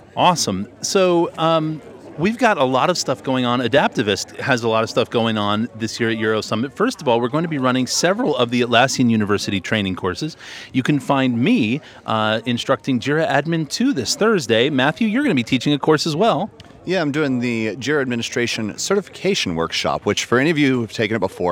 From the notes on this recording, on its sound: Live from Barcelona Passport Control. Stuck in the customs line that never ends. Records and edits the first podcast of Euro Summit mid-line using an iPad, microphone, and GarageBand.